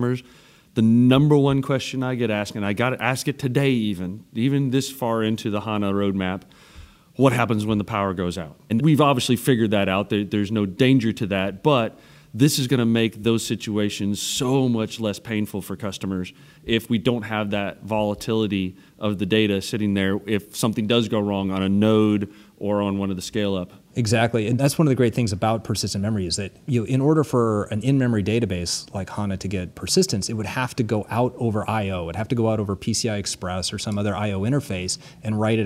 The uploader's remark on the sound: at SAPPHIRE NOW and ASUG Annual Conference 2017.